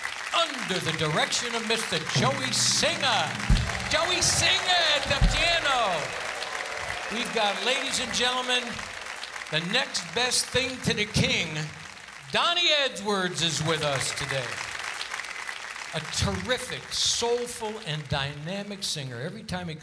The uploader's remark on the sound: Live at the SouthPoint Casino